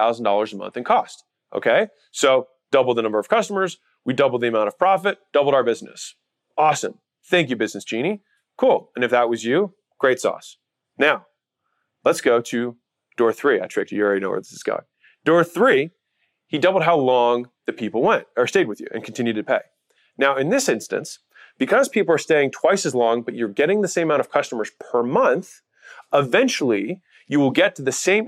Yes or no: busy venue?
no